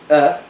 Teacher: فجعل الهمزة أقصى حرف لأنها تصدر مش من البلعوم، من الحنجرة من تحت